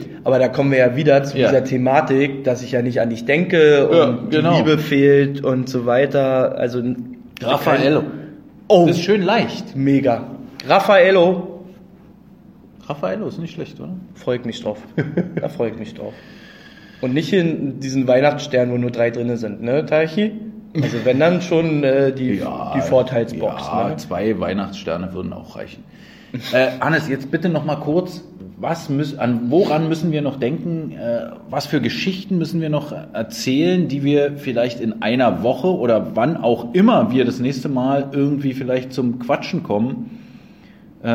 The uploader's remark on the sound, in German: Der Livepodcast